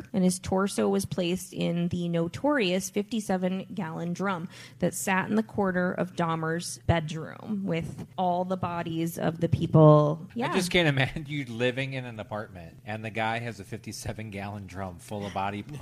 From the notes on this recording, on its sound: Live Brewery Show. Live From The Brewery!